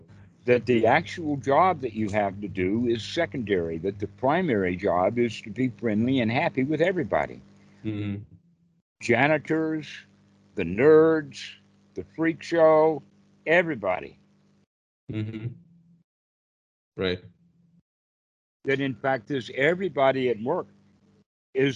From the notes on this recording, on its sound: Skype calls on this channel.